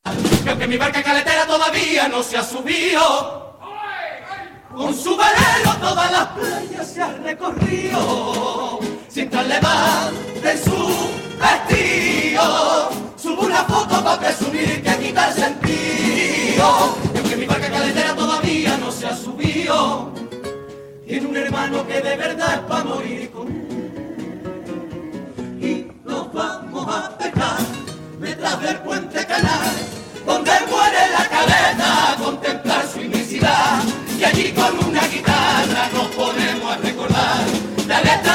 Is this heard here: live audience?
yes